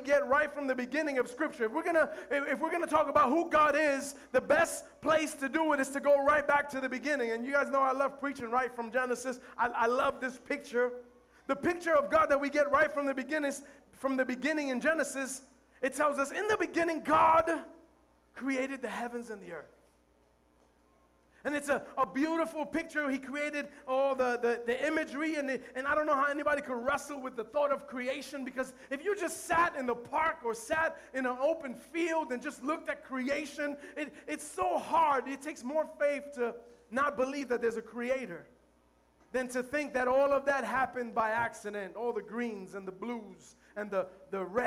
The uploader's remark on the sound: Recorded live at The Sanctuary Fellowship.